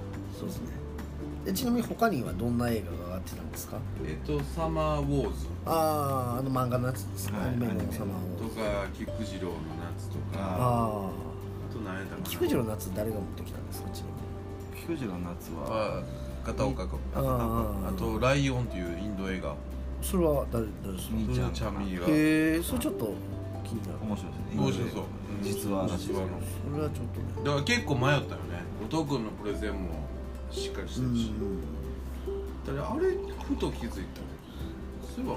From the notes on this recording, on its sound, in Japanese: 神戸、SPACE DOG!RECORD(お店)より。